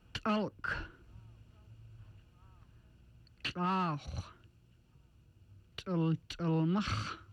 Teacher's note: the throat made tense and vocal cords closed, same as the T sound with a catch in the throat